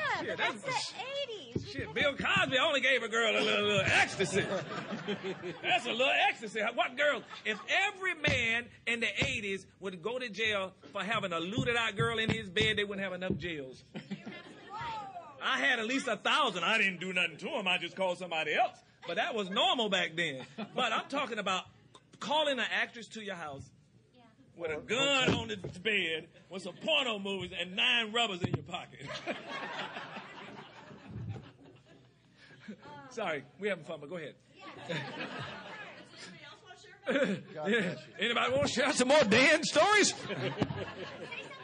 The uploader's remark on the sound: The Return of the Living Dead Reunion Panel - Pop Rock n' Horror Convention. Recorded live at the Pop Rock n’ Horror Convention.